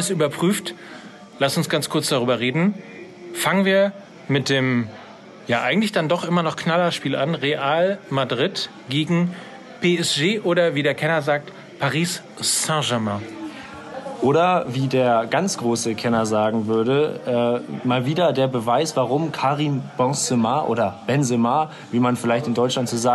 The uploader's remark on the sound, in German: Backstage und Live aus Gütersloh